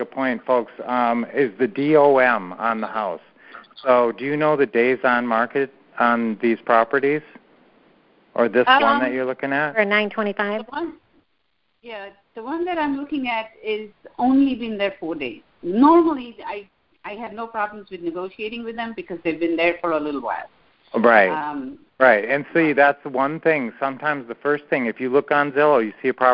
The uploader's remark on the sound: Q&A Call